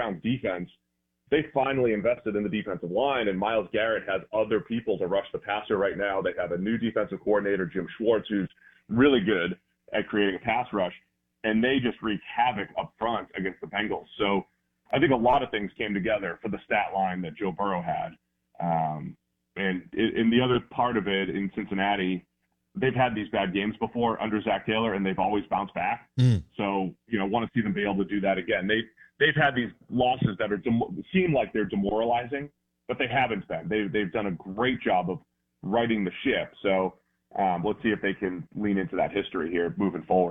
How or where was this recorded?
phone line